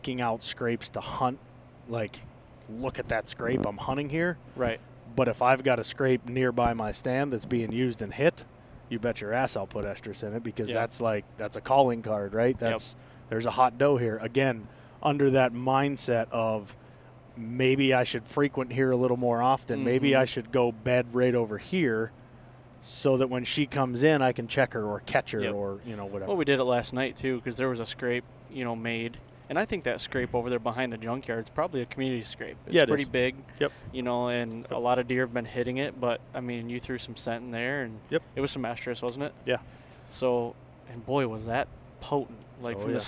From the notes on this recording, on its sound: It's the Rut and we are heading to Michigan. Are in the truck heading to Michigan and we decide to record a podcast.